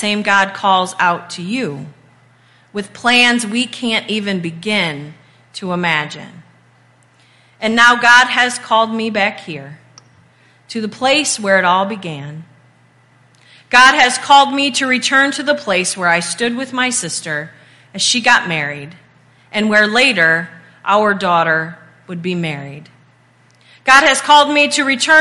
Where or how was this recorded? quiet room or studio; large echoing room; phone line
large echoing room